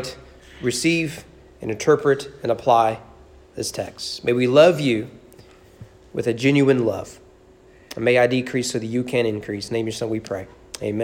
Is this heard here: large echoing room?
yes